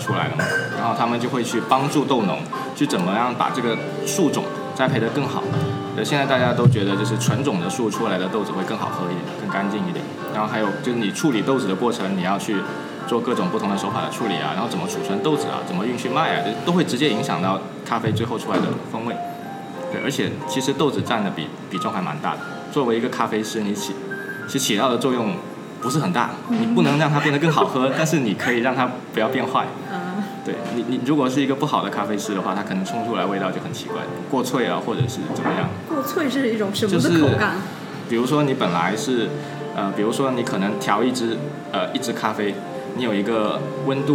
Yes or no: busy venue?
yes